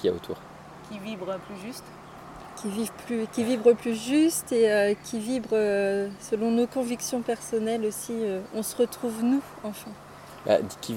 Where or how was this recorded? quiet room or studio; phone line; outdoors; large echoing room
outdoors